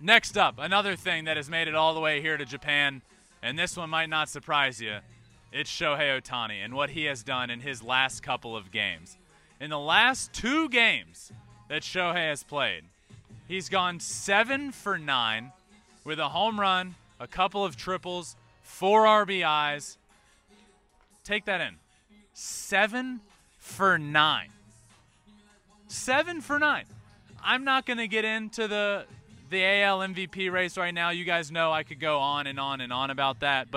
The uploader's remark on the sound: GAME DAY AT YOKOHOMA STADIUM. Goes LIVE from Yokohoma Stadium.